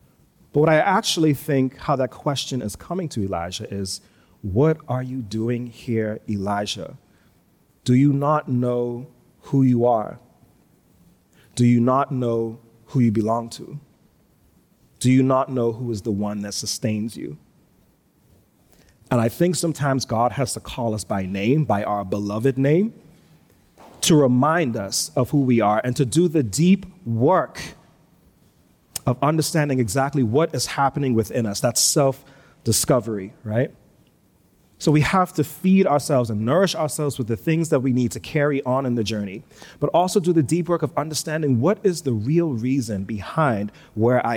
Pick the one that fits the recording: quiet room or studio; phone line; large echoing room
large echoing room